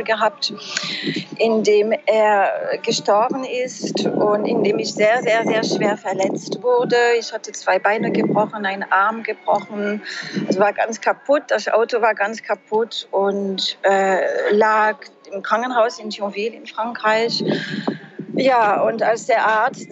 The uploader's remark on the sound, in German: Befindet sich zum Zeitpunkt des Interviews auf Djerba in einem Café - bitte verzeihe uns die Hintergrundgeräusche, mit dem Internet ist es in Djerba nicht ganz so einfach.